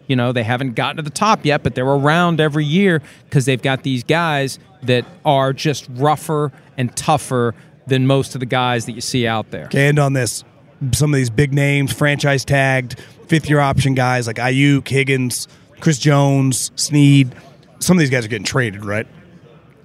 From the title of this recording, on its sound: Live from the NFL Combine